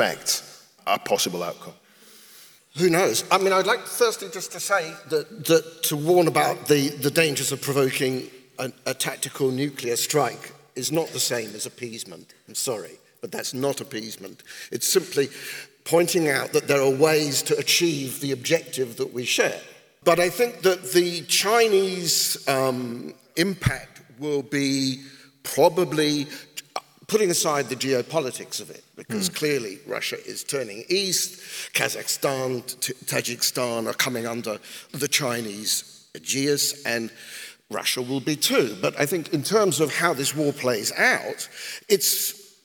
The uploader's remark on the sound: This episode is part two of our live event. This conversation is part of Intelligence Squared’s live debate partnership with the Southbank Centre.